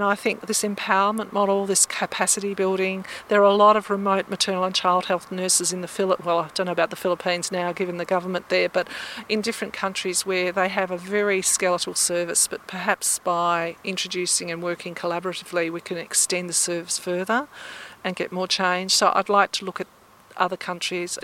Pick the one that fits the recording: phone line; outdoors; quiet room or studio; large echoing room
outdoors